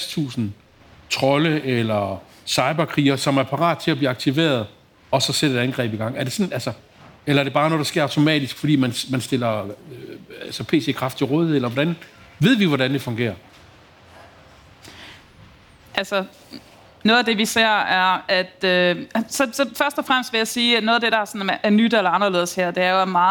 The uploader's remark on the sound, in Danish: I denne særlige liveudgave af ’True Cybercrime’ gennemgår eksperter på scenen